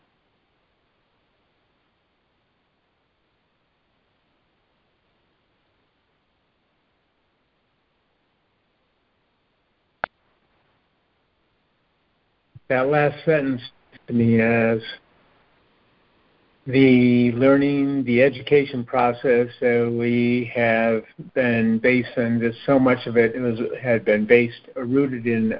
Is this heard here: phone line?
yes